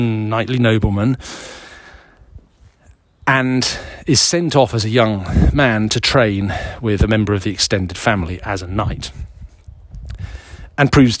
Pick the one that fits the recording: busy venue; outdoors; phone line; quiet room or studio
outdoors